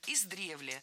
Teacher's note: В этом слове ударение ставим на второй слог.